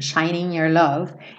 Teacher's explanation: aqui ela nem passa pelo G mesmo